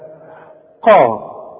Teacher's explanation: القاف من اعلى حروف التفخيم، او اعلى حروف التفخيم، الحرف المفخم اللي بعده الف، ده تاني درجة في التفخيم